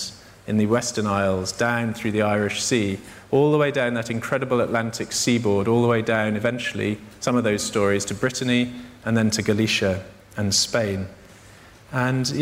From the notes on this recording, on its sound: In this event, recorded at the Tabernacle in London On the 12th of June 2012